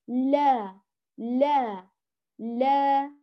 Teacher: ثم اللام الثانية، لا لا لا، بترقيقها وإتمام فتحها وتباعد ما بين الفكين لكن باعتدال. بسم الله لا، بهذا الشكل.